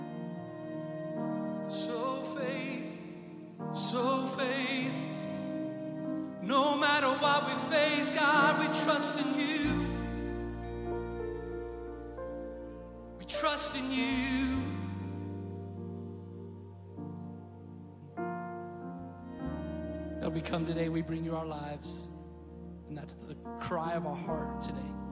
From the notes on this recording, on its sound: Recorded live at Stevens Creek Church.